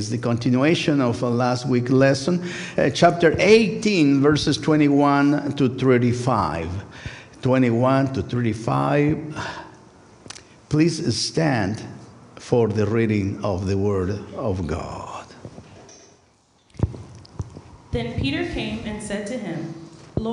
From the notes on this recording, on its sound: First United Methodist Church of Pacoima. Recorded live service on September 24, 2023. We are located at 12550 Van Nuys Blvd.